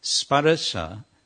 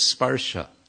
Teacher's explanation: This word has been stretched out with one additional syllable, just so that the meter will work · Shown in: first take · so that you'll have enough enough syllables to make the meter scan, as it's called.